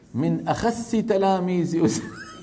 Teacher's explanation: هو ترك تفخيم الصاد فصارت الخصوصية خسة